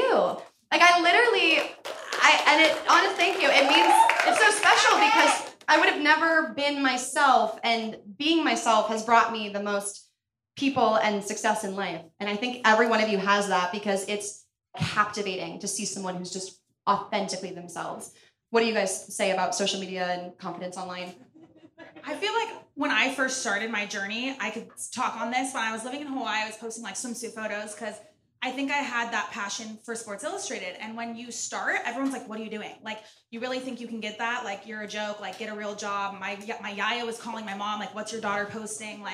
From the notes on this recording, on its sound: Real Pod LIVE from Hollywood Improv!